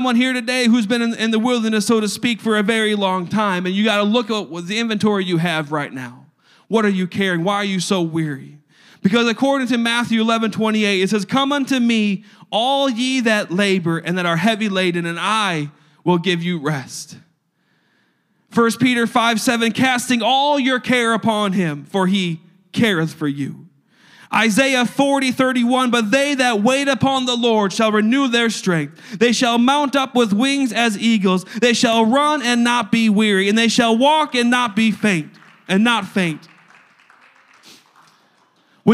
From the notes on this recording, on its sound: a service recording from Connect Point UPC